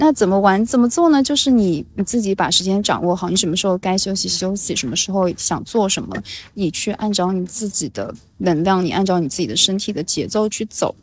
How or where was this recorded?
outdoors